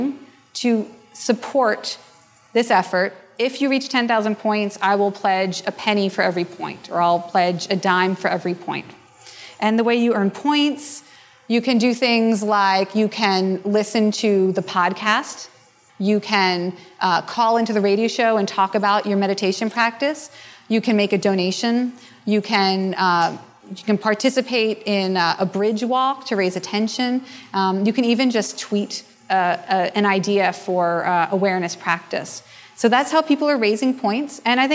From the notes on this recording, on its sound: a presentation recorded during the 2011 Buddhist Geeks Conference